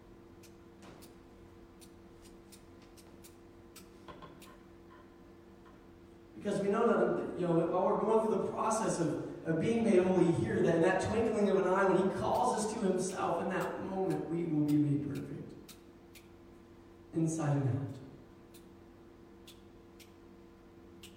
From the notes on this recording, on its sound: Sermon was preached December 1, 2019 at Meadville Church of the Nazarene